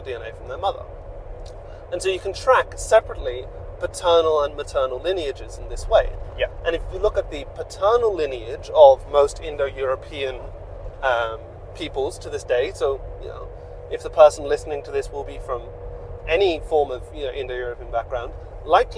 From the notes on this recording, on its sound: This re-upload features improved audio. Improve the quality and remove some of the sounds of the car.